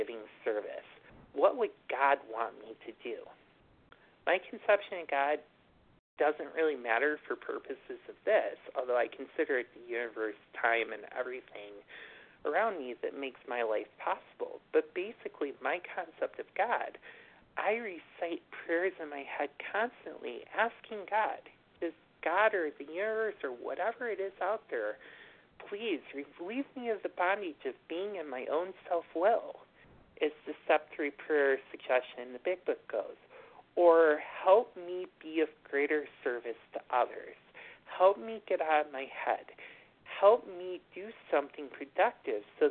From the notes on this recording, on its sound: from the 100 Pounders Phone Meeting